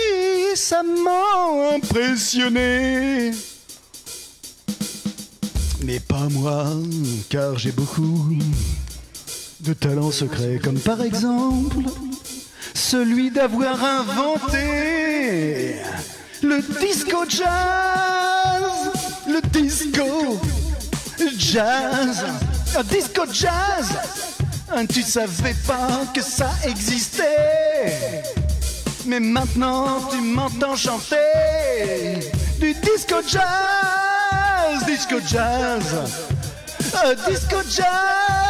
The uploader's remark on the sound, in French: Captation du concert. Au théâtre des 2 Rives, à Rouen, pendant l'occupation par le collectif Cultures en Lutte. Les instrus sont des midis joués par le téléphone.